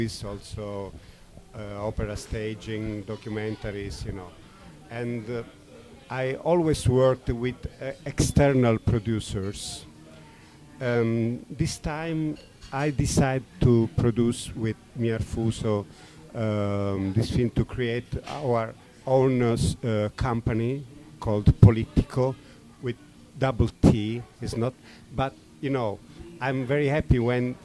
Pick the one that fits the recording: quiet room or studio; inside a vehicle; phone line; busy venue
busy venue